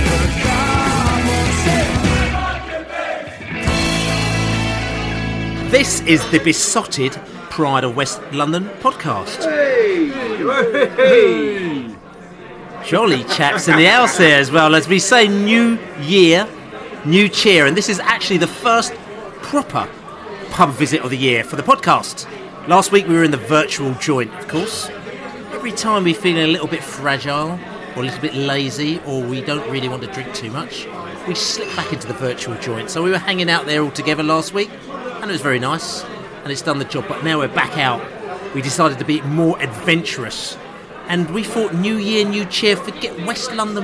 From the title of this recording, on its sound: pre-match podcast from the pub